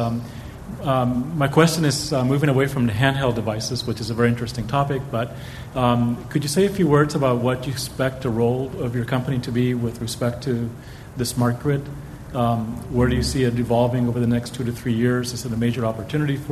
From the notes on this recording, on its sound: This program was recorded in front of a live audience in San Francisco on June 8, 2010